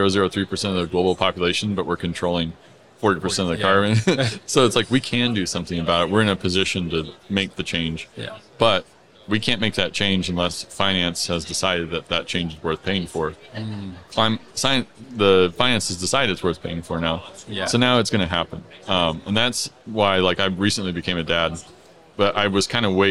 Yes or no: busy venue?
yes